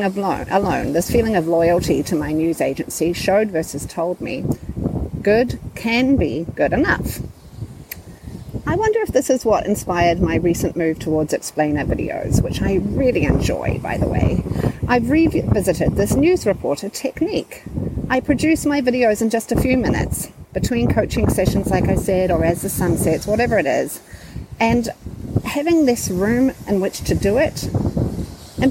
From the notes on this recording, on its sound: Due partly to audio issues I self-created by recording at Lake Michigan.